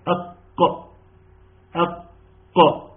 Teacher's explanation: والقاف من اقصى لساني فوقي